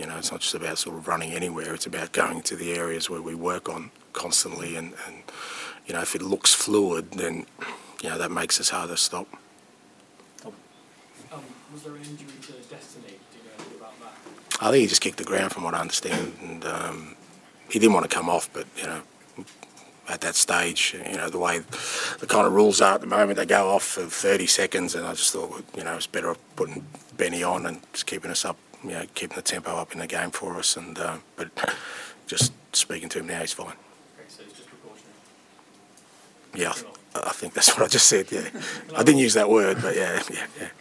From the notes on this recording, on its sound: PRESS CONFERENCE.